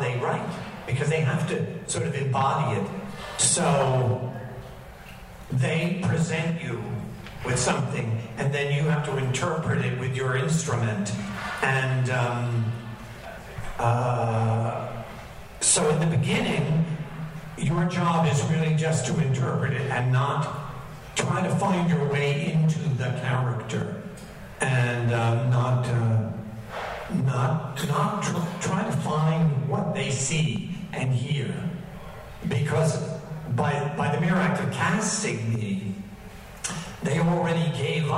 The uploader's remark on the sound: Star Trek Las Vegas. The audio quality on this one is a little rough.